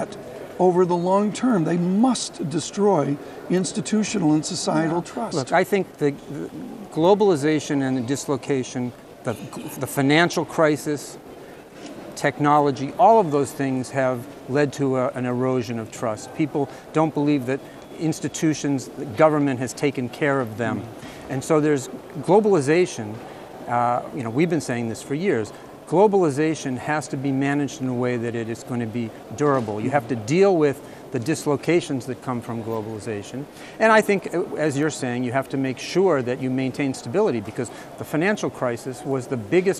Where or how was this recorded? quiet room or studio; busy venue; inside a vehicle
busy venue